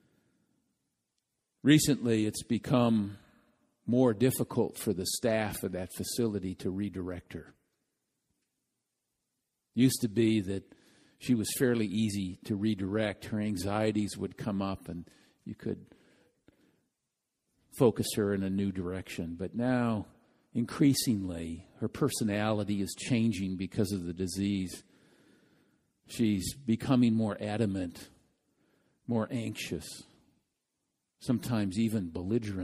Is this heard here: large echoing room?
yes